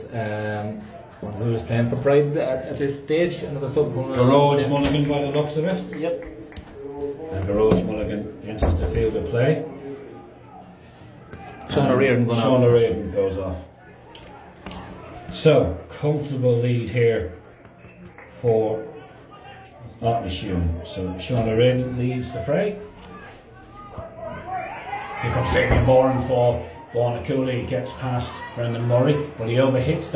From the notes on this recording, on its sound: Live commentary of second half